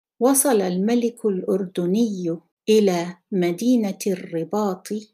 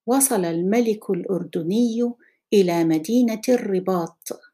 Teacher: The U at the end of الرباط will not be pronounced. · Shown in: second take